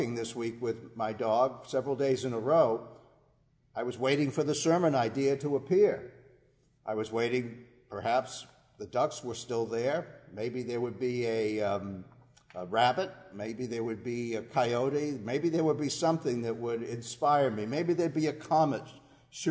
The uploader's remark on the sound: Our worship service at the Old First Church in Bennington, Vermont, May 17, 2020